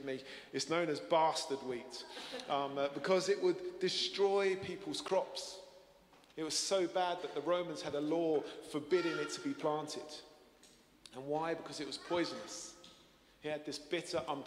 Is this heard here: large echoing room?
yes